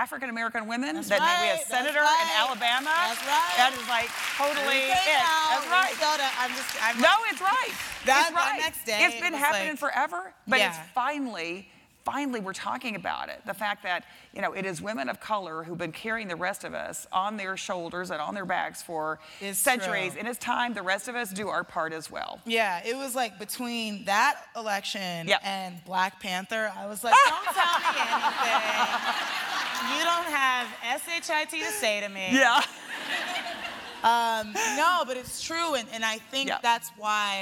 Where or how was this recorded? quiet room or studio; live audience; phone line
live audience